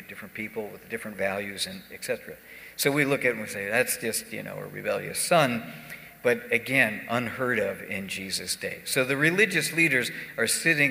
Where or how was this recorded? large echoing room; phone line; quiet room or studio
large echoing room